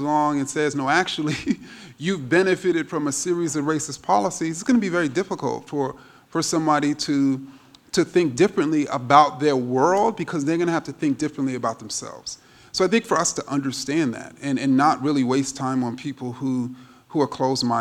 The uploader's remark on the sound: Q&A at the "Dear White People..." Symposium in Freiburg